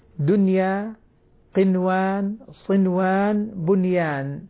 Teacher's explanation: دنيا وبنيان جاءت بعدها ياء، قنوان وصنوان جاءت بعدها واو، ومع ذلك لم تدغم